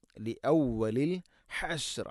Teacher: ഹ തൊണ്ടയുടെ മധ്യഭാഗം, തൊണ്ടയുടെ മധ്യഭാഗമാണ് ഹ എൻ്റെ ഉച്ചാരണം. മഖ്റജ് ലി ഔവലിൽ ഹശ്ർ ഹശ്ർ വഖഫ് ചെയ്യുമ്പോൾ ശ്രദ്ധിക്കുക.